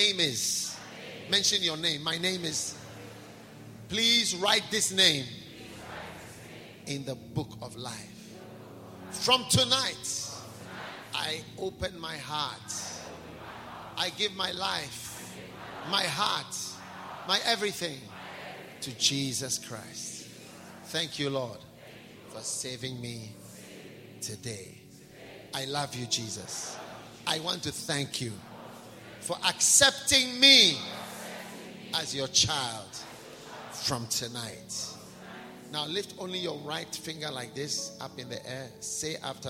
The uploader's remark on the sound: Preached at a BENMP service in London, UK on the 22nd of April 2018